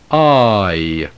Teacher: Somewhat like the letters AI in the English word aisle, I. Be careful to keep the first vowel of this diphthong long to prevent confusion with the corresponding short alpha iota diphthong · Term: long diphthong alpha iota